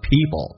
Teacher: P 跟 L 在一起，美式发音经常有一些浊化现象，趋向于发 B 跟 L